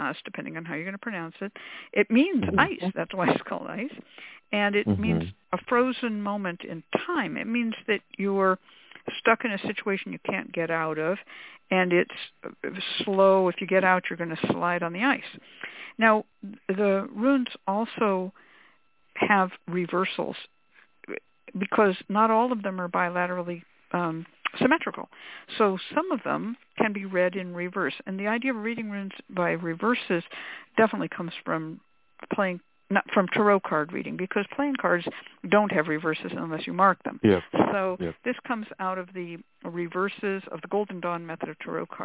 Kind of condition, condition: link, phone line